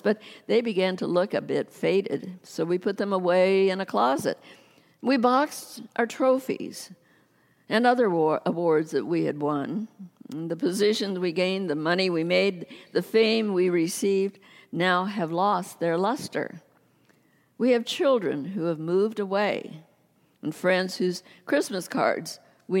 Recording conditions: large echoing room